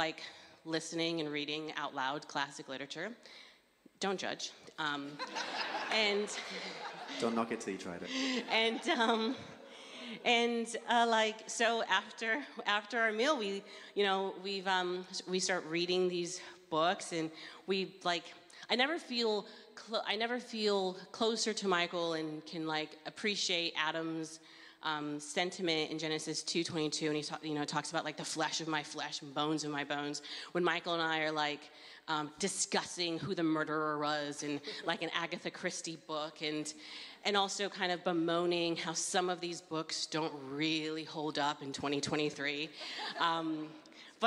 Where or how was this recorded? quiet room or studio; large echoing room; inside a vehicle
large echoing room